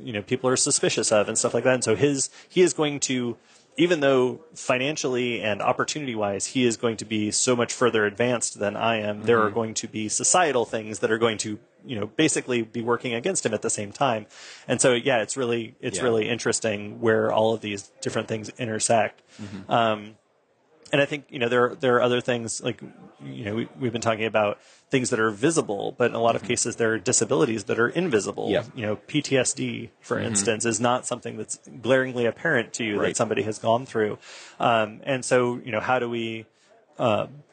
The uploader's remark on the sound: Live at Microsoft Ignite